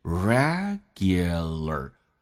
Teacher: regular 英式叫 regular，美式把 u 弱化成 ye